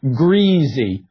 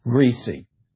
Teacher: greasy tends to be pronounced with what we call a voiced rather than an unvoiced sibilant · Shown in: first take · That is, greasy rather than greasy.